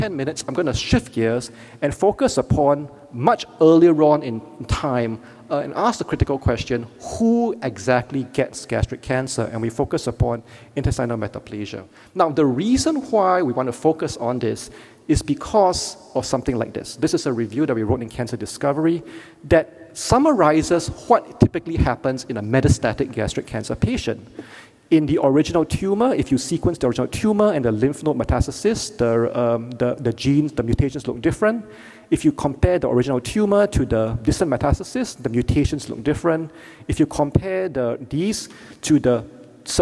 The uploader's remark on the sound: Keynote Lecture